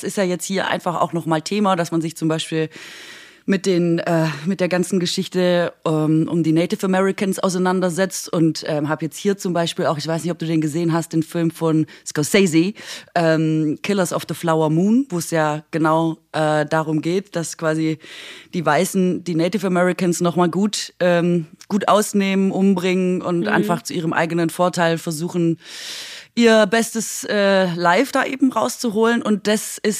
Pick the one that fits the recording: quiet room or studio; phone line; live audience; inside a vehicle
quiet room or studio